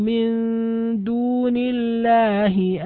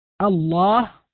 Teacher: نلاحظ أن لفظ الجلالة أتى قبله كسر فكان حكم اللام فيه الترقيق